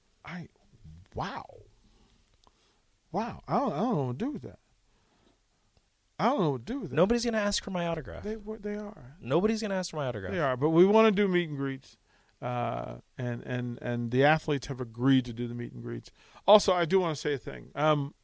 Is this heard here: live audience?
no